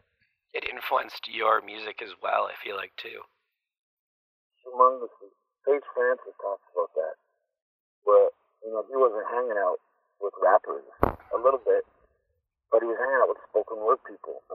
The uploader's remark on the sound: we spoke on the phone